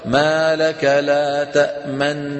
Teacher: طالما الغنة الممطوطة موجودة الشفتين مضمومة · Term: الإشمام